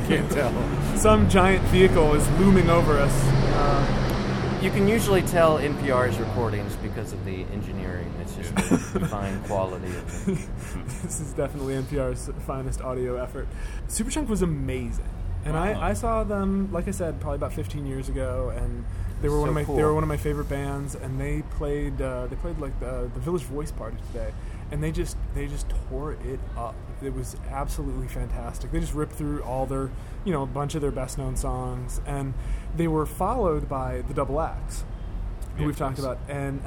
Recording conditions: outdoors